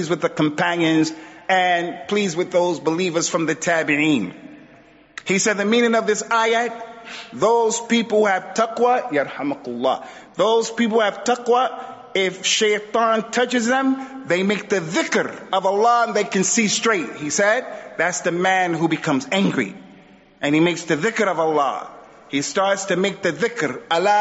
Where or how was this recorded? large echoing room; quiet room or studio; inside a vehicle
large echoing room